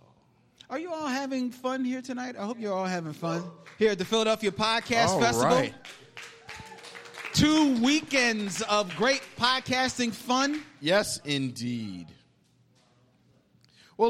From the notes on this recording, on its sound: Have fun with the audience and Spike Lee's SCHOOL DAZE, playing trivia games and dishing out prizes at their special Philly Podcast Festival show.